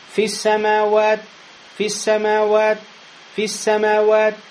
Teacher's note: Я не сделал хамс. Проглотил букву «т». Вы ее не слышите.